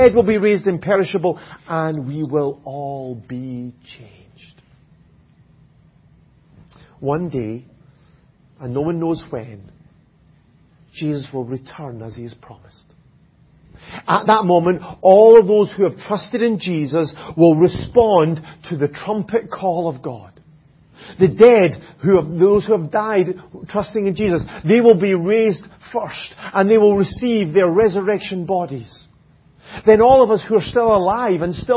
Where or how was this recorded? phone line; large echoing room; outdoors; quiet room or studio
large echoing room